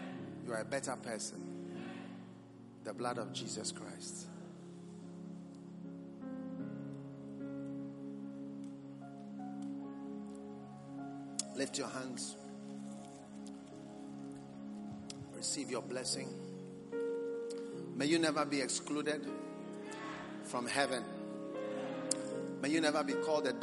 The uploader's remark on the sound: Preached at the Christmas Service, First Love Center.